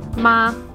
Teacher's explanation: The first tone is even, so think of a straight line.